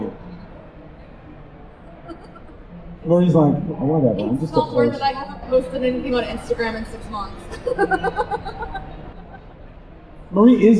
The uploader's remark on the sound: Live from Comicpalooza 2023. Engaging the audience to also take part in our conversation.